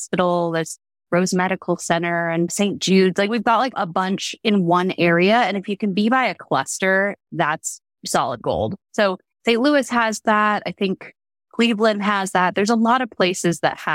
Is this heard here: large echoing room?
no